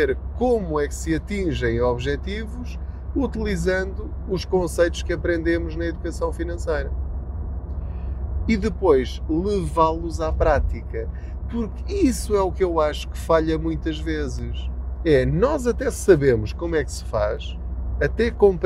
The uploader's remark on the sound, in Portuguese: Não ligue aos barulhos da viagem.